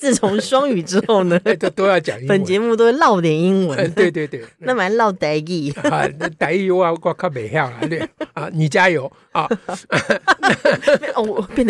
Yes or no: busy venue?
no